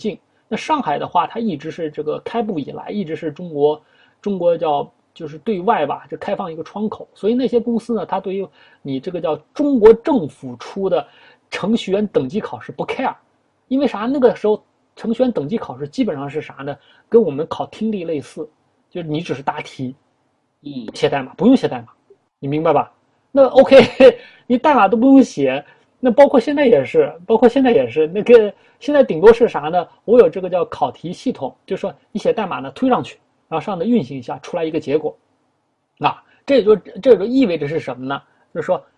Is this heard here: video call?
yes